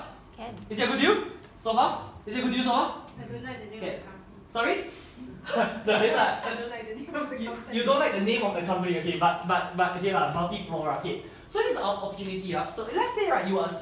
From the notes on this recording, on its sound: This was a pitch that I did in a coaching session to an audience of people